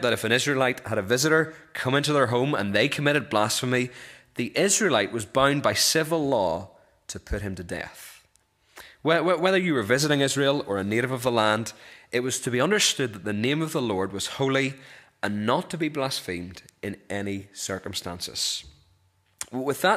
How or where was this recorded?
large echoing room